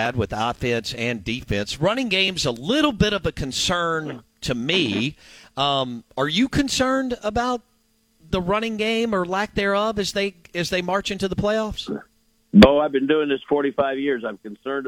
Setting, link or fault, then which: link, phone line